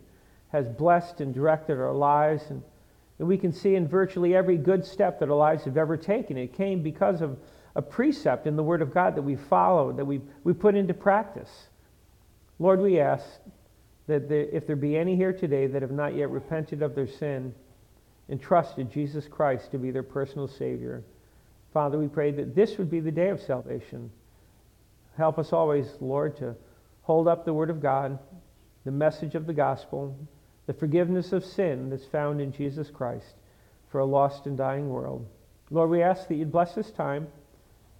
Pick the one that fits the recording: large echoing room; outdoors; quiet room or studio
large echoing room